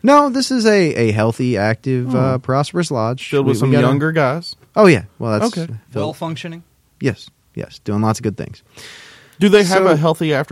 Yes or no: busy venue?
no